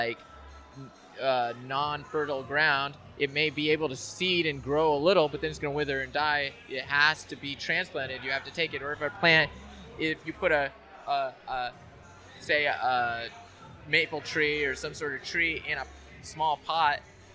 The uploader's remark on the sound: Live in person at Los Angeles Swim Week, which was having its first run-through in the LA area. We had surprise guests.